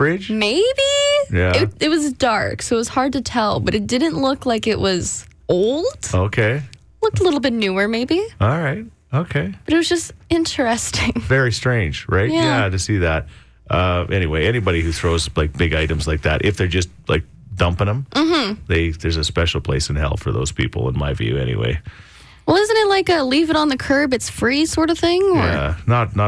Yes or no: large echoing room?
no